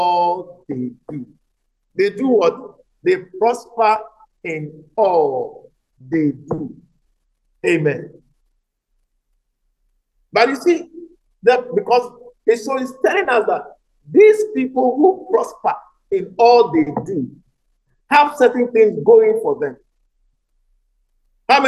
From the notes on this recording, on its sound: message preached at the Living Waters Cathedral